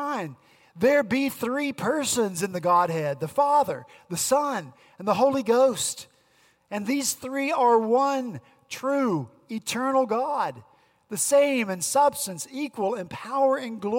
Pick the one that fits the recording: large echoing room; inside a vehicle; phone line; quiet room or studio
large echoing room